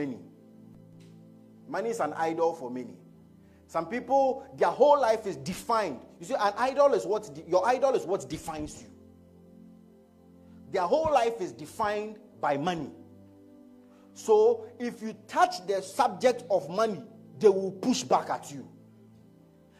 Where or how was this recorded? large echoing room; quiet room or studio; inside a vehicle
large echoing room